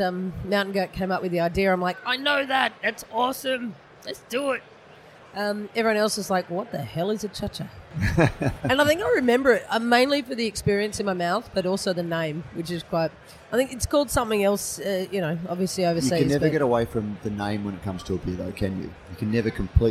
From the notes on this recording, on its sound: This is a special edition of Brews News, live from GABS in Melbourne. Brews News was able to take our mobile studio to GABS and capture some great discussions with a wide range of people in the beer industry. Today we have a series of shorter interviews.